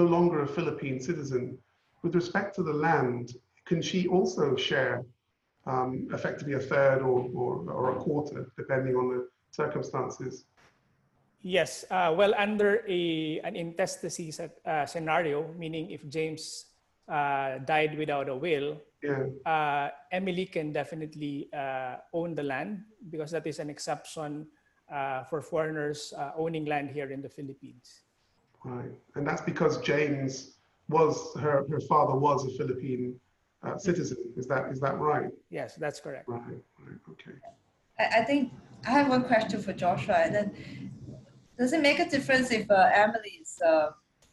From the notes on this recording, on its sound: Webinar audio recording dated 20 May 2020.